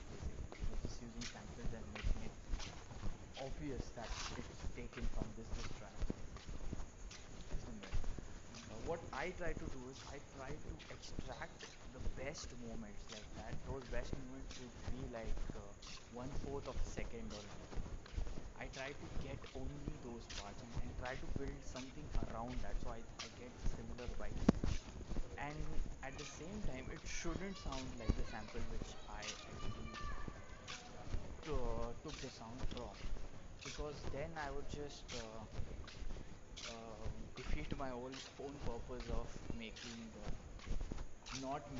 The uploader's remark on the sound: sorry for the bad quality in this episode as i didnt place my mic properly and hence resulted in very bad audio quality